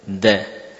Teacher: dal munculnya dari ujung lidah min jihati dhahr dengan pangkal gigi seri